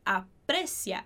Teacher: A gente põe a ênfase no E